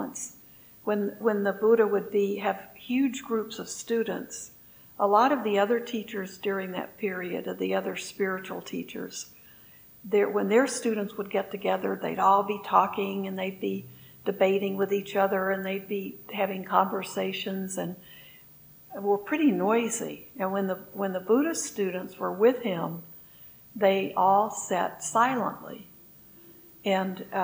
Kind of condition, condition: setting, large echoing room